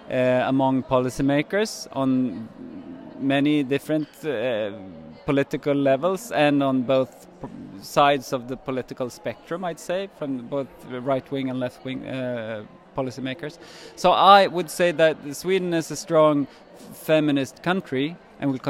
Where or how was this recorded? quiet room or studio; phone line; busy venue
busy venue